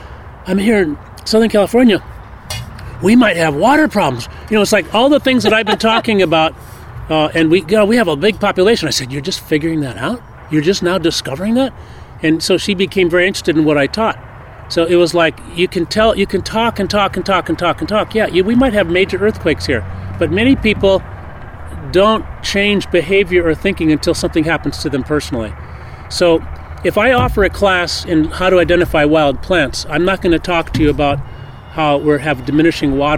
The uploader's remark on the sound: I step away from my Skype interview setup to head out into the urban wild